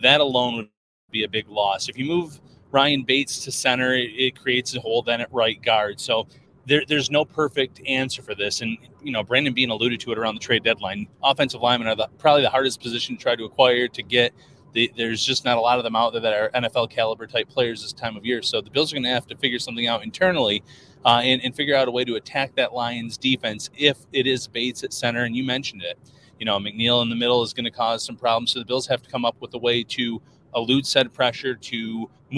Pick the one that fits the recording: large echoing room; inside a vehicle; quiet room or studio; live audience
inside a vehicle